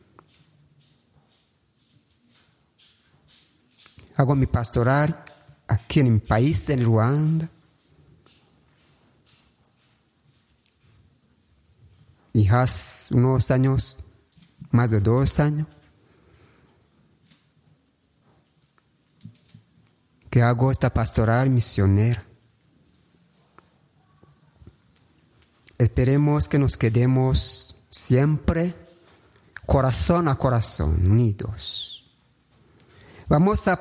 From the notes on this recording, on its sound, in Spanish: retransmitimos desde el Santuario de Kibeho la Santa Misa